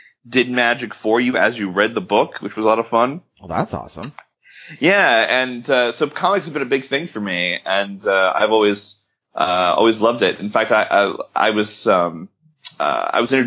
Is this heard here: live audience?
no